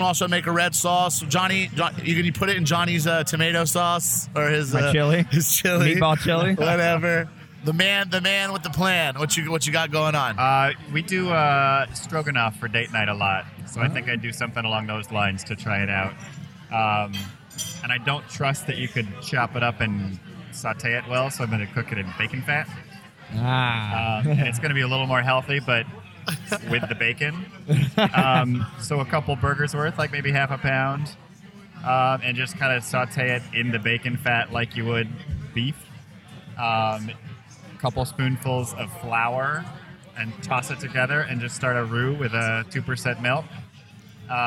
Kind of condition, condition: setting, busy venue